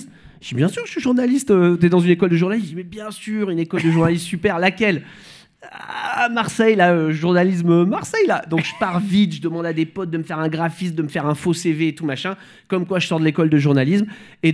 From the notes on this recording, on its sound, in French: Cet épisode a été enregistré en public.